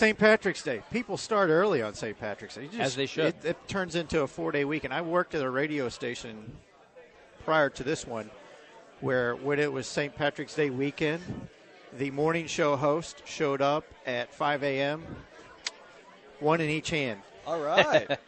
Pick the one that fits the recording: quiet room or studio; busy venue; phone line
busy venue